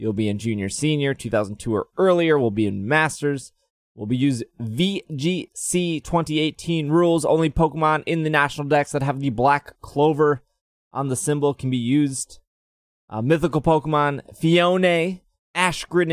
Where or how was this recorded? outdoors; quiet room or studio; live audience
quiet room or studio